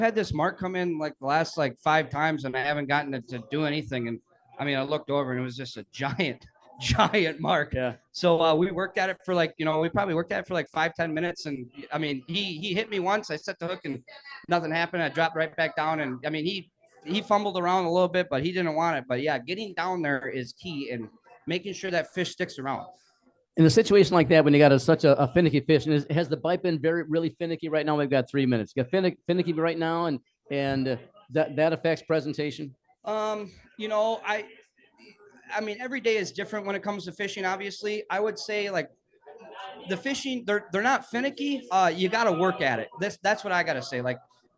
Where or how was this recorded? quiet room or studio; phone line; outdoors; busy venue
busy venue